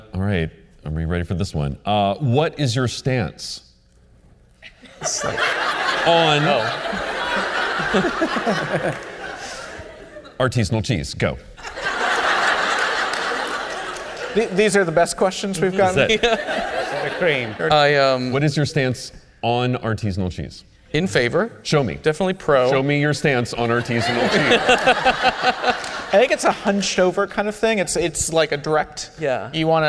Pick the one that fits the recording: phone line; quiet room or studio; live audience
live audience